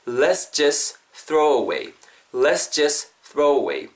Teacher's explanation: let's just 할 때도 let's just 뒤에 t 사운드 just를 굳이 안 하죠 발음을 let's just throw away 할 때 just에도 t가 있고 throw 할 때도 또 th 어쨌거나 이렇게 발음이 같이 진행이 되잖아요 붙으면서 그냥 let's just throw away let's just throw away 이렇게 음이 붙는다는 거예요.